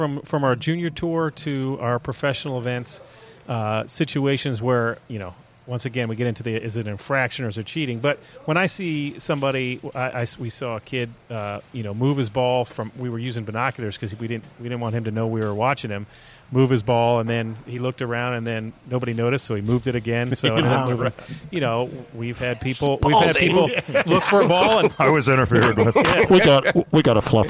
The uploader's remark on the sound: Taped live at GolfDom Golf in Tyson's Corner, VA.